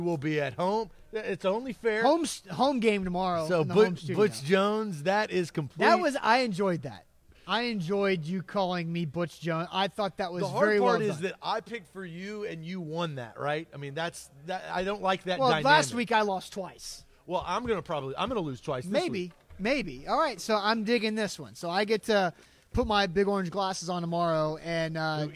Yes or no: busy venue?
yes